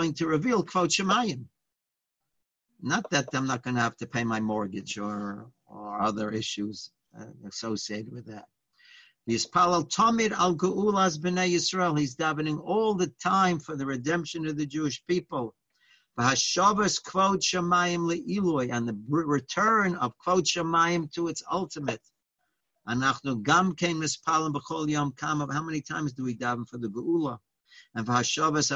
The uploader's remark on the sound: Live On Zoom.